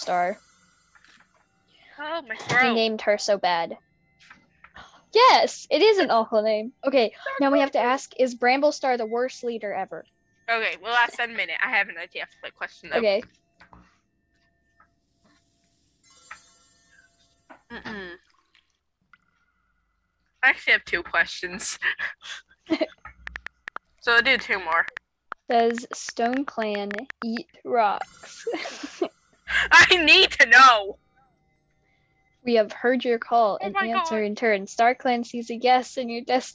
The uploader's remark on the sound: Sorry for the bad noise and text noise lol, We forgot to mute it and nothing was working.